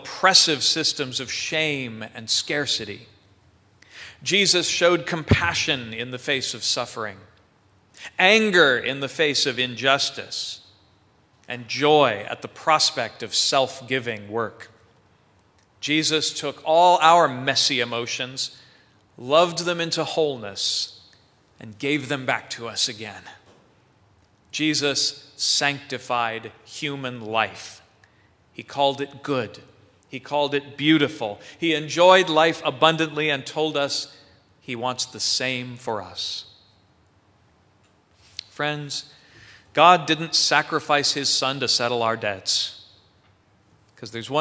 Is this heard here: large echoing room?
yes